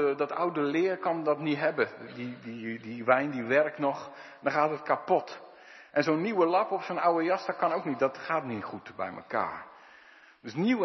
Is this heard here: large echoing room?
yes